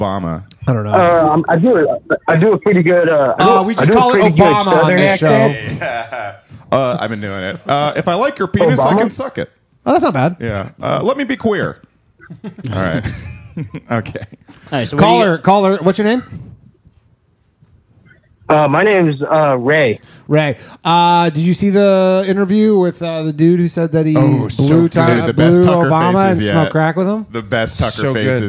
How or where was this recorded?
phone line